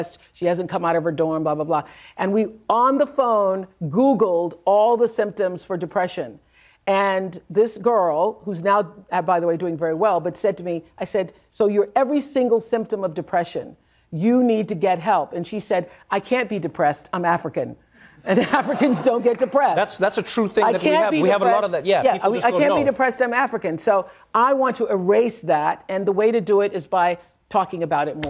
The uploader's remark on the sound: Takes Questions from the Audience